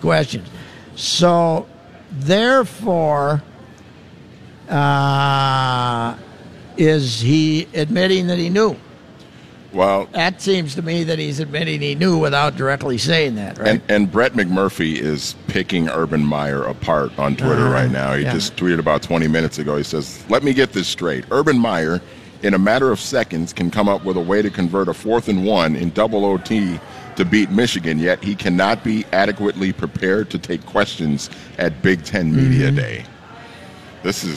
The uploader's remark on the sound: live at the 3M Championship at the TPC